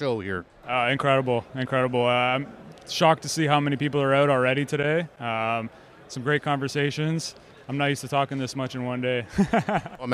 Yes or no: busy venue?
yes